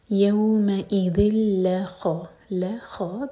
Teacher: اذل یہ ذال اور ذال کی تنوین کے بعد لام تو یہ ادغام بغیر غنہ کا لام لائٹ رکھیں گے اور خو ہیوی